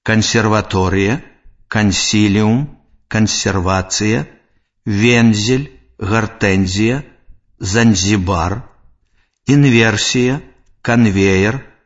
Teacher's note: Санорны зычны «н» перад мяккімі зычнымі «с», «з», «в», «ф», «к», «г», «л» вымаўляецца цвёрда.